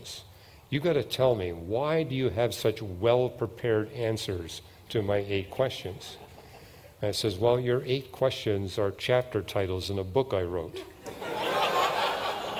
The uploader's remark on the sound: At the 2023 Evidence and Answers conference